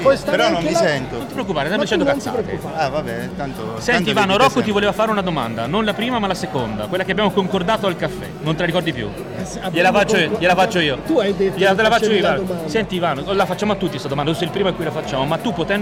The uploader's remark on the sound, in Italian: Quasi Live da Upcycle Trail Weekend. Non vi diremo quanto possa essere stato fico registrare in mezzo a voi e con voi!